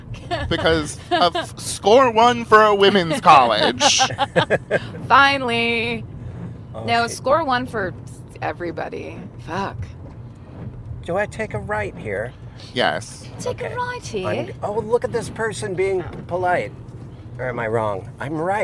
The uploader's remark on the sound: Back in the car again. Night time driving, loud sirens, dangerous wet road conditions. More than periodically looking down to make sure the levels are stable.